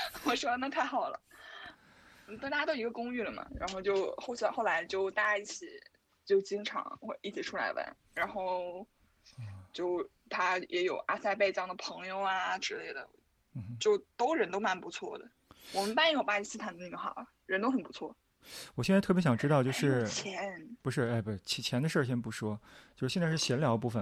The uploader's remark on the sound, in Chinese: 通过微信连线采访。